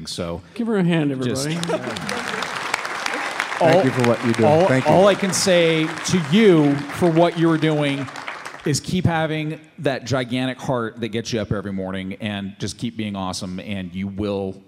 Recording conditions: live audience